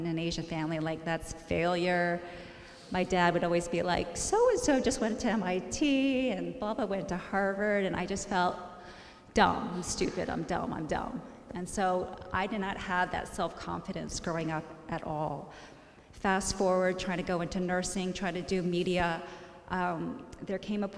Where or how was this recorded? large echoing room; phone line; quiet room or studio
large echoing room